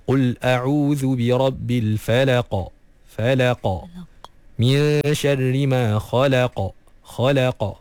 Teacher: Lidah yang paling belakang sekali sebelum masuk ke bahagian kerongkong, itulah tempat huruf qaf.